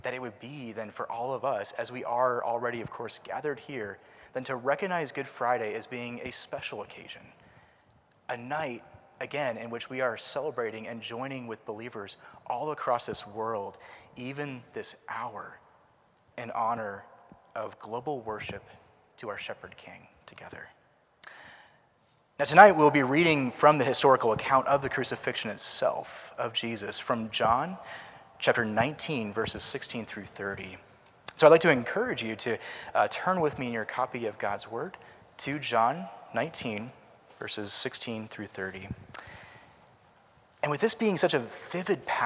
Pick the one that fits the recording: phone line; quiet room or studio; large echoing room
large echoing room